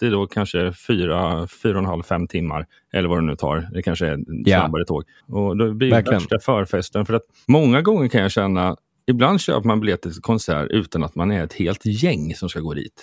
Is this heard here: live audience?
no